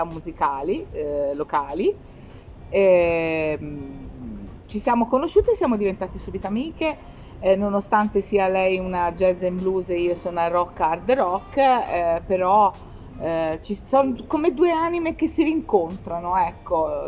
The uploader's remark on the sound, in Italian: LIVE dall'Aperivintage!